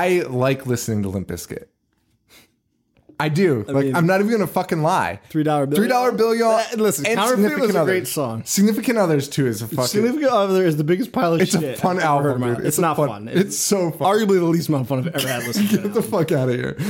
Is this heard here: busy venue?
no